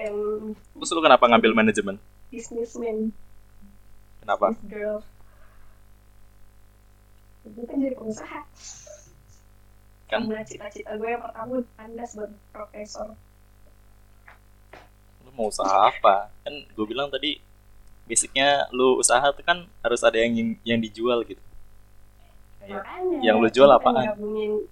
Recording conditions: poor sound quality